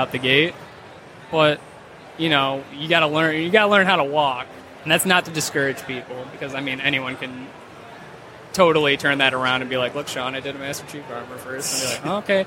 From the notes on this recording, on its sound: Live at Motor City